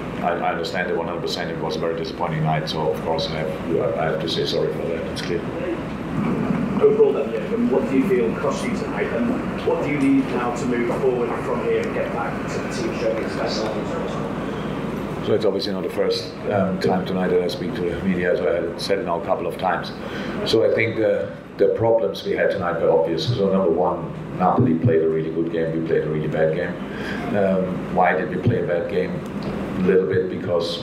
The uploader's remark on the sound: Post-Match Press Conference. Spoke to the media.